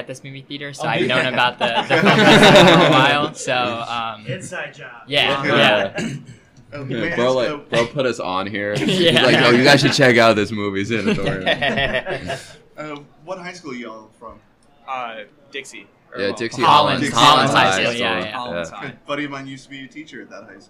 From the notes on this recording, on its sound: Day 3 continues with more great interviews at the Sunscreen Film Festival!! Pinellas County, FL.